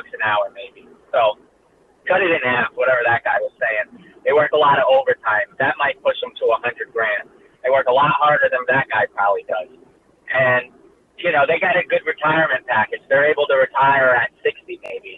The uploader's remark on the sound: We play RANTS - and take phone calls.